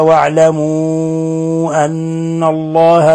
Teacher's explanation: واعلموا أن الله، المد هنا مد منفصل، مد منفصل من 4 إلى 5 حركات، والنون مشددة فنعطيها غنة مقدار حركتين